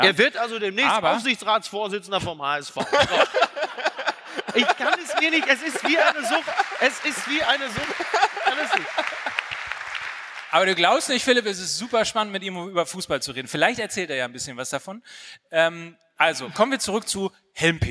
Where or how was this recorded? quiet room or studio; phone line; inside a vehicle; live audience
live audience